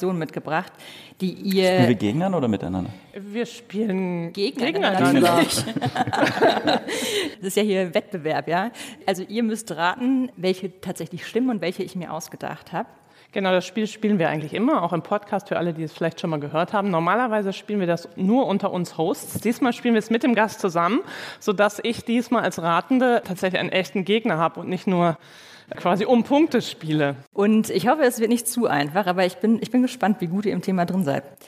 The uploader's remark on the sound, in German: In einer Livefolge des Wirtschaftspodcasts "Ist das eine Blase?", aufgenommen auf dem Podcastfestival von ZEIT ONLINE.